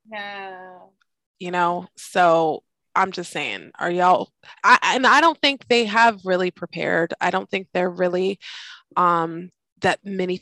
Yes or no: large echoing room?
no